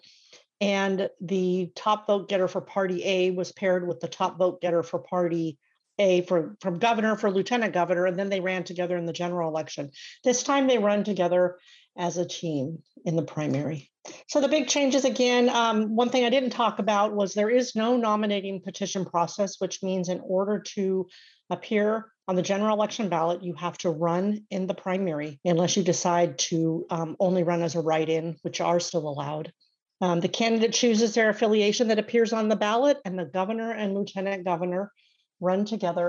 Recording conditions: video call